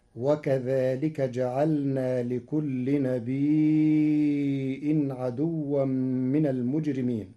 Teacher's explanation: قرأ ورش كلمة نبي بهمز بعد الياء الساكنة فيمدها مدا متصلا لأنها أصبحت مدا متصلا مشبعا على الأصل فتصير هكذا: وكذلك جعلنا لكل نبي عدوا من المجرمين.